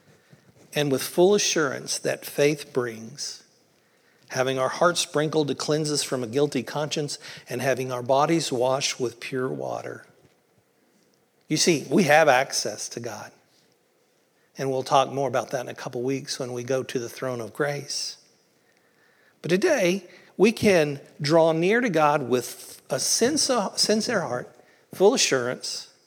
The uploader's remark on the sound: Originally recorded on April 16th, 2023 at the Palestine Church of Christ.